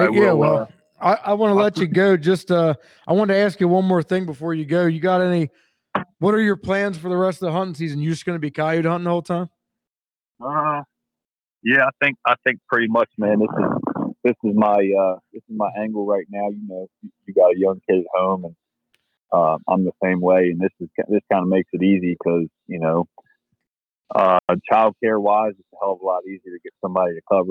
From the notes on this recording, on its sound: He was actually on his way to hunt, so the audio was from his truck.